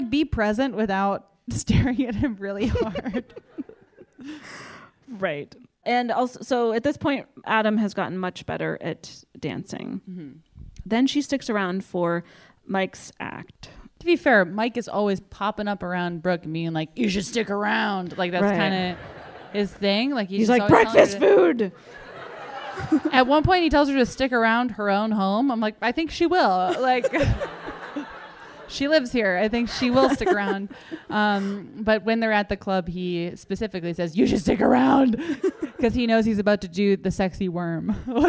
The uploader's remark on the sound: On this live episode of the Bechdel Cast.